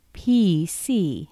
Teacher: We start with an intonation somewhere in the middle, drop down, and go up again. We don't say P-C, we say P-C, P-C. · Term: acronyms